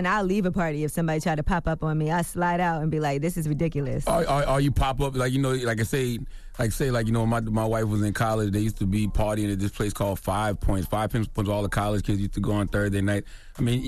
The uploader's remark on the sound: we opened up the phone lines